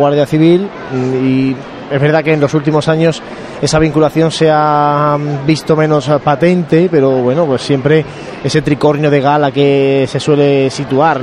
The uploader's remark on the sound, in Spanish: La Congregación de la Vera-Cruz pide venia en el palco de toma de horas. Hablamos de la Vera-Cruz desde nuestro balcón mientras nos llegan y escuchamos sonidos de Jesús Preso en la Plaza de la Constitución. Escuchamos levantá del palio. Comentamos mientras escuchamos los sones.